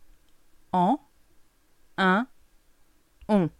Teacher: Si te fijas que es muy nasal, suena un poco como un patito · Term: vocales nasales